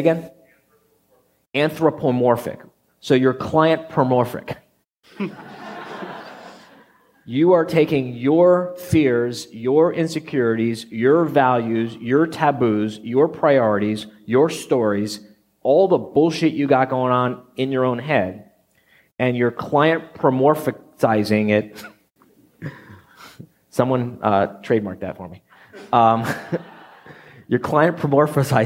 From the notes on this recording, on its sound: live quarterly meeting in July of 2014